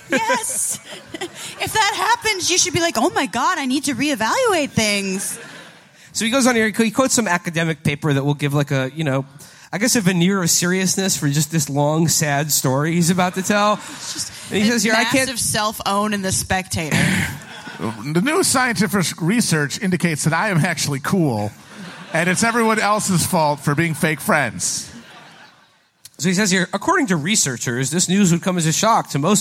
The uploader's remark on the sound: From our live shows in London on 6/5 and Manchester on 6/7.